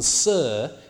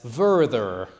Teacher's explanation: initial voicing of fricatives, is one of the characteristics that allows you to tell southern dialects of Middle English from other dialects of Middle English · Shown in: second take